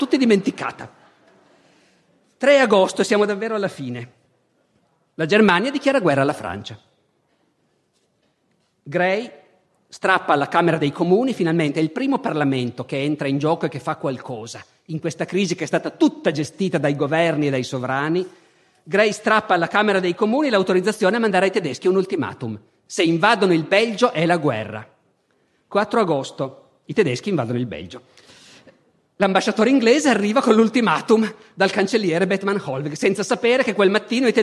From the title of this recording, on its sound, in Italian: Festival della Mente, 2014